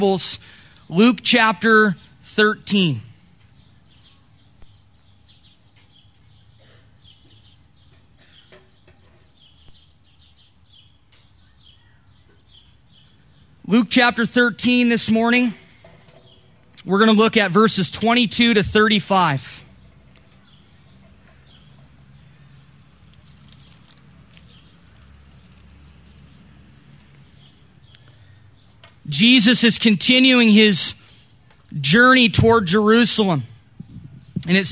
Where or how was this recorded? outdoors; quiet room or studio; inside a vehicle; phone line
outdoors